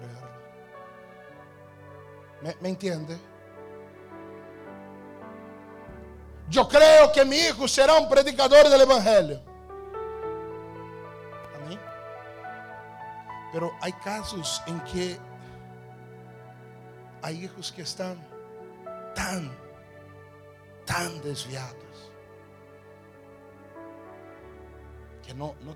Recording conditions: large echoing room